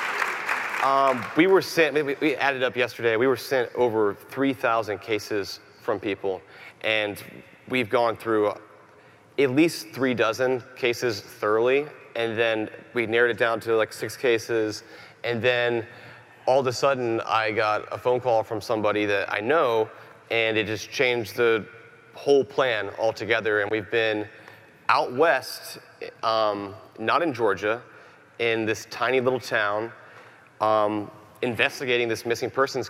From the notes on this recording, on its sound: Live from CrimeCon 2018